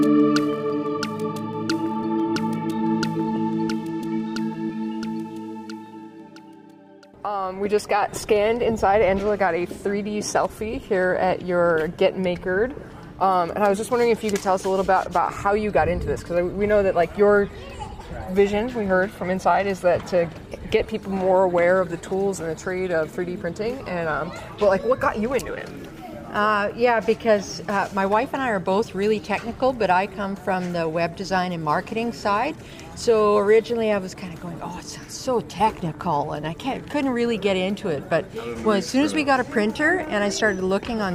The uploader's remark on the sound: Live from LFNW